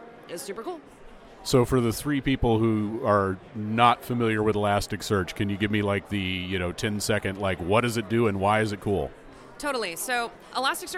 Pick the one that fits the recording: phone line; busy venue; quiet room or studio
busy venue